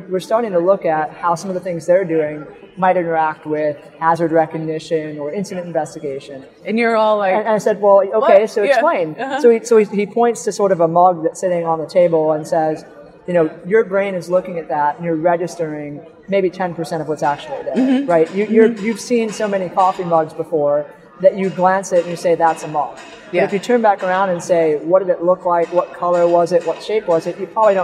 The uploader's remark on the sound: live on the Expo floor of the NSC Congress